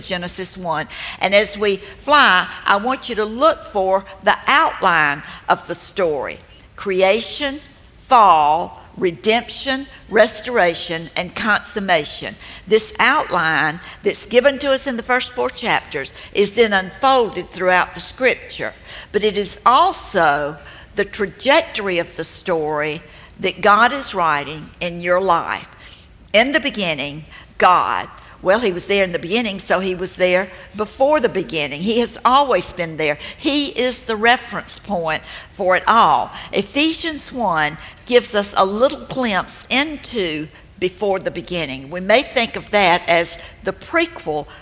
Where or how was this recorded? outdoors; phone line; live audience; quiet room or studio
live audience